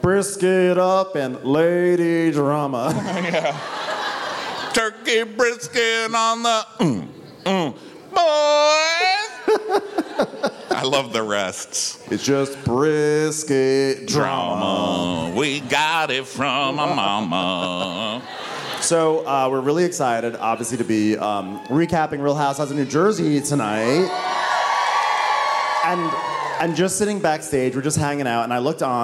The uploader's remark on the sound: We're live from The House of Blues in Houston, TX